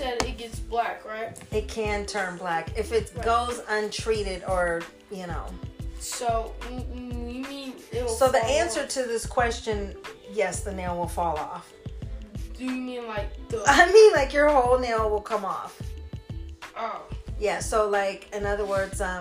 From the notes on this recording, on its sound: This week my nephew who is 11 years old sits down with me. Please excuse me for not having my mic.